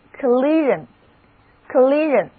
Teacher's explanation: 的意思就是在制定工业计划的时候，政府和议会发生了冲突。 Collide 的名词形式是 collision， C-O-L-L-I-S-I-O-N， collision.它的结构是这样的，前缀 CO 表示相互，中间的 LIS 就是词根 LID 的变体，也表示击打，最后是名词后缀 ION，所以三部分合在一起就是 collision。注意字母组合 SION 的读音是 RIN，整个单词第二个音节是重读音节